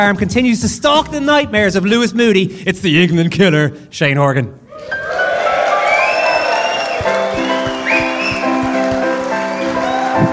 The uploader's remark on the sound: Live from the Liberty Hall. This is a very special bonus podcast recorded late last night at Dublin's Liberty Hall Theatre.